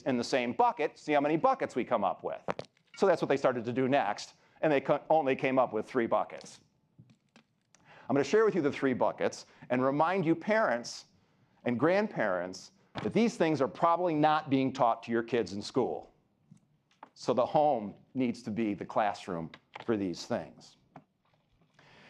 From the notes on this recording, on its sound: keynote address at Citibank’s “Leading to Become the Best” Conference